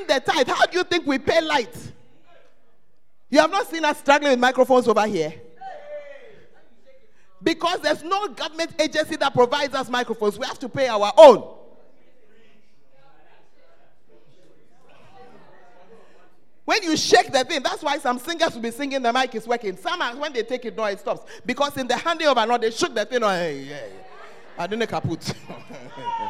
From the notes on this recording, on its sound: Preached at First Love Center; Ayeduase